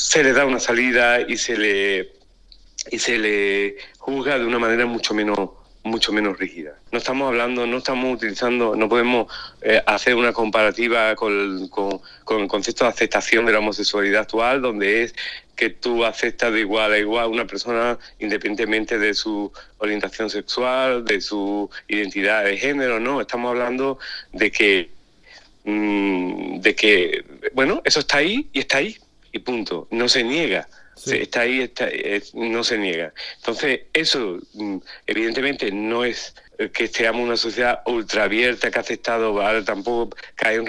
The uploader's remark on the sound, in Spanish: Entre París y Sevilla, charla telefónica.